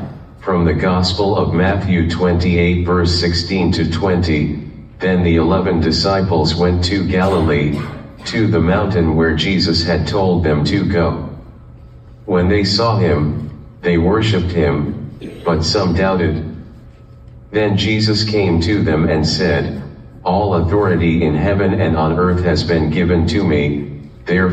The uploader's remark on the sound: live from Journey Global Methodist Church in Kannapolis, NC